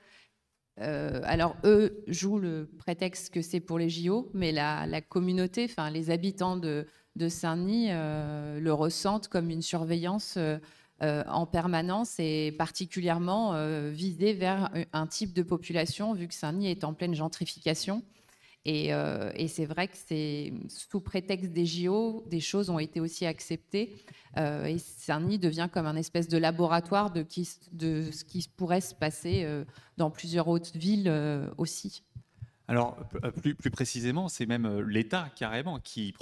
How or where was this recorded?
live audience